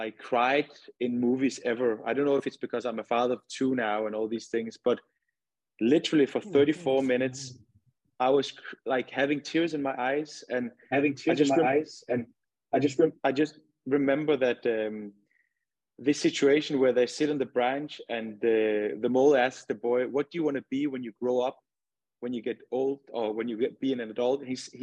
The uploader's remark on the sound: MindReady hosted a webinar in partnership with the Houston Dynamo.